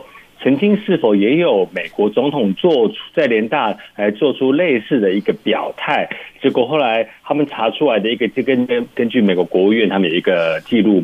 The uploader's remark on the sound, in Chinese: 連線美國之音白宮記者